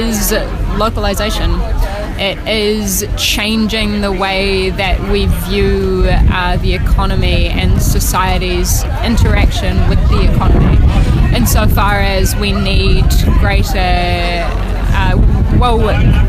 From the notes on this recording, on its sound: We caught up with her down there. Excuse the background noise. There’s also a clip of her talk at Article at the end of this episode.